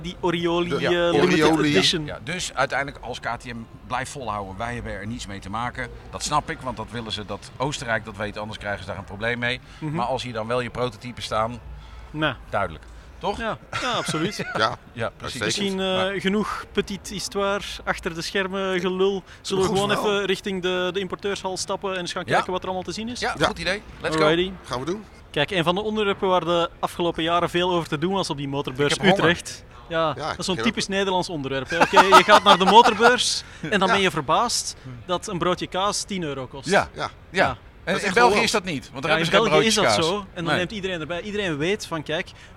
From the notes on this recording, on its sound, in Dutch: Motorbeurs Utrecht Special! Live opgenomen op Motorbeurs Utrecht 2024.